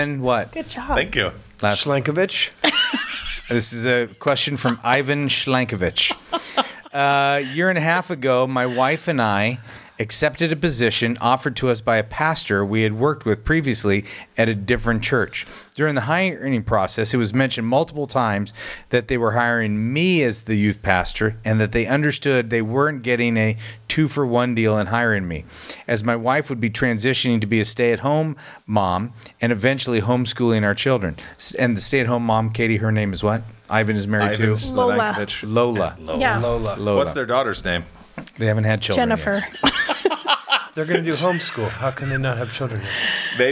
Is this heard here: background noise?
no